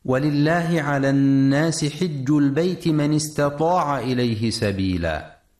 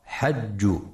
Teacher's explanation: ينتبه القارئ برواية حفص عن عاصم في كلمة حج لكسر الحاء وعدم فتحها · Shown in: first take · فلا يقرأ حج.